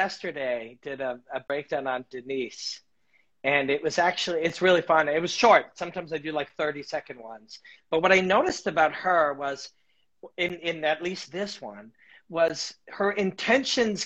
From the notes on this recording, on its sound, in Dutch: Insta live sessies.